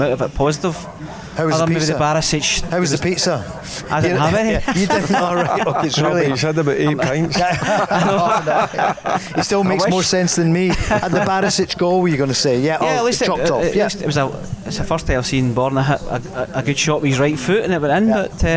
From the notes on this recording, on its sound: Live At Radisson Red. Recorded at The Radisson Red.